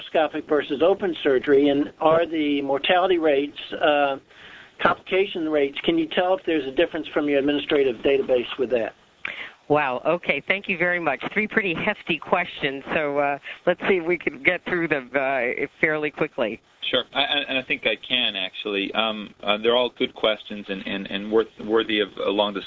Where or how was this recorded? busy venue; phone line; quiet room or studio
phone line